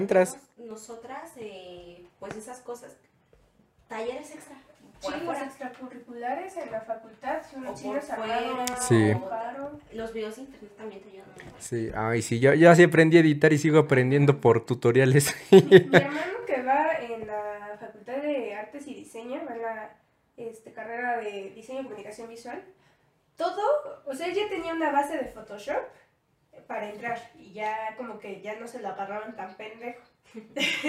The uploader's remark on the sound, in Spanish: les pido una disculpa por el audio ya que se me borró un archivo